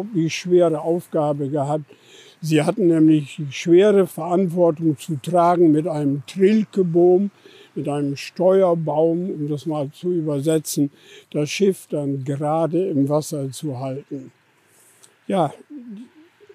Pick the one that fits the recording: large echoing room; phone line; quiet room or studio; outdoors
outdoors